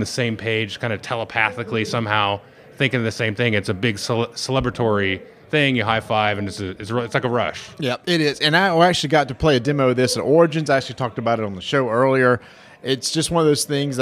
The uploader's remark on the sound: Gen Con Live!